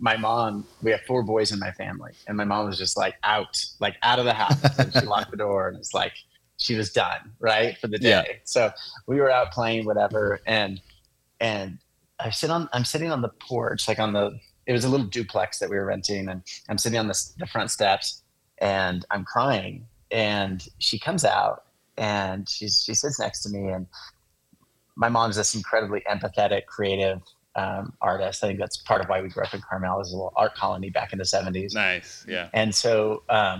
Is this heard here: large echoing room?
no